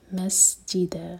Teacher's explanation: کیا جائے گا مسجدہ سین پر وسل والا ساؤنڈ اور دا مد عوض عن التنوین تو ہم دو حرکہ کھینچیں گے